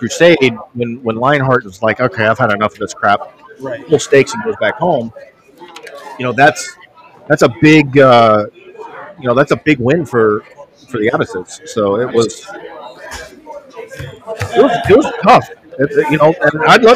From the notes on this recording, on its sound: History Happy Hour Live at The Pub.